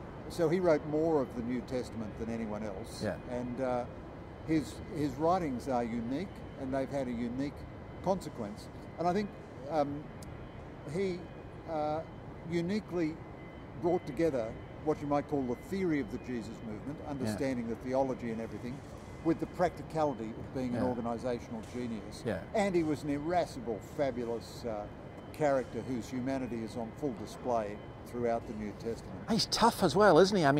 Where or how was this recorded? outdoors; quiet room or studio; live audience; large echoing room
outdoors